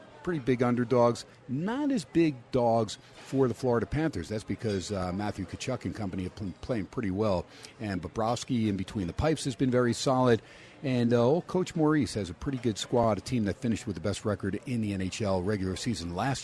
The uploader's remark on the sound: "Live" from #SteinersPub in Las Vegas